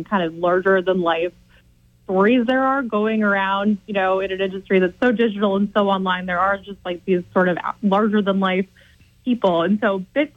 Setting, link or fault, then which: link, phone line